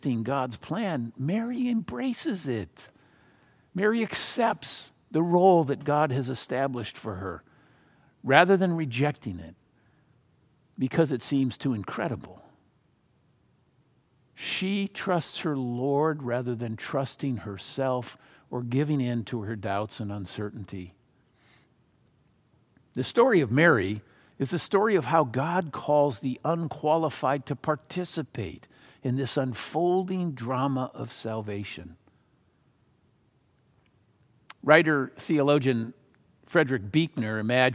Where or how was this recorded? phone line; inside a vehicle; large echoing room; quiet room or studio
large echoing room